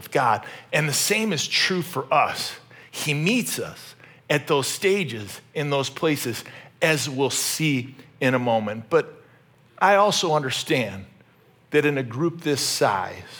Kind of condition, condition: setting, large echoing room